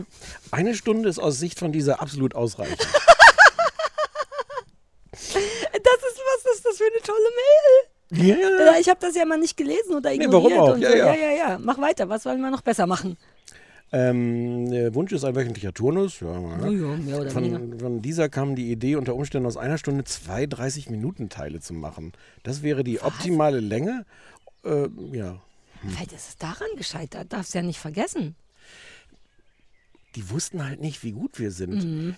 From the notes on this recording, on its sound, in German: Mit einer Open-Air-Folge.